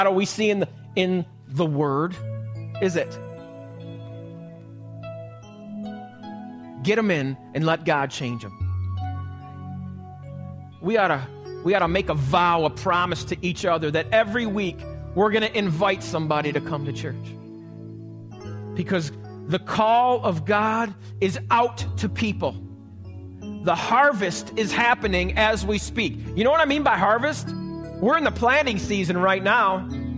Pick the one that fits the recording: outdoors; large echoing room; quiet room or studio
large echoing room